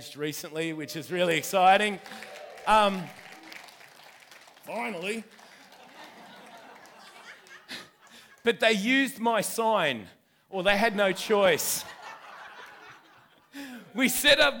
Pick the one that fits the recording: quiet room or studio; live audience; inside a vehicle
live audience